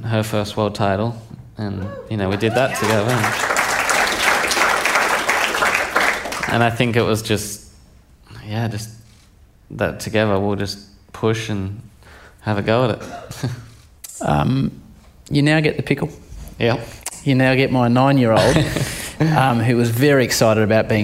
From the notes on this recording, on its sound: Recorded in front of a live audience (a first for the Howie Games).